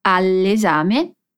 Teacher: Note como unimos o som de al mais exame, al-exame. Aqui o som de L de al emenda no som de E de exame.